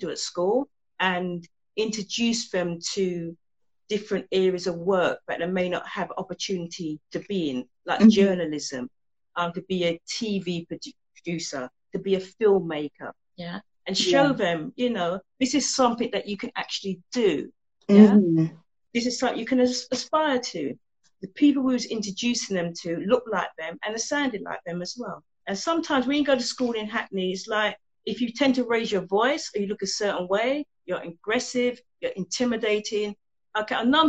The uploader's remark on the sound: This was an Instagram Live conversation now turned podcast episode.